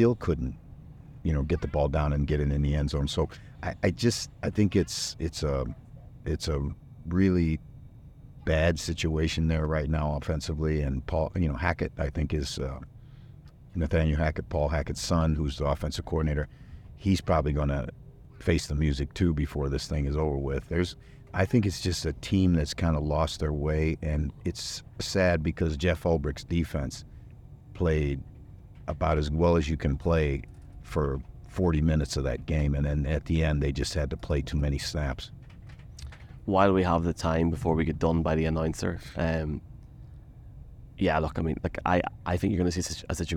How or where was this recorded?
inside a vehicle